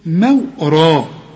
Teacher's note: يعني الميم والواو مرققين وبعدين الراء مفخمة